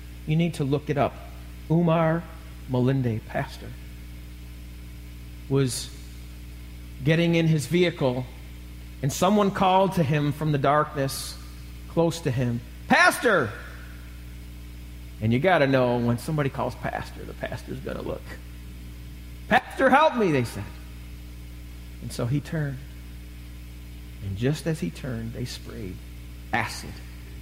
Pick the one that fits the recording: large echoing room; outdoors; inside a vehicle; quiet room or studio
large echoing room